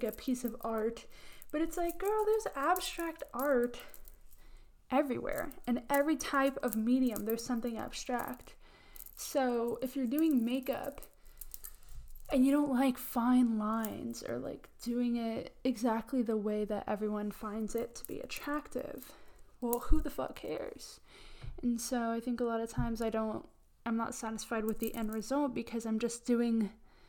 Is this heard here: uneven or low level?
yes